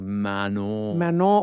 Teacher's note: So you have to have the on of Manon. that sort of nasal, and you know, we can stereotype all we want, but that's the way that it's pronounced, Manon.